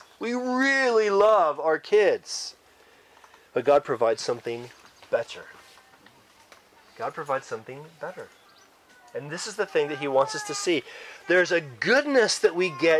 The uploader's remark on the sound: Church camp recording in the great outdoors! Church Camp 2023.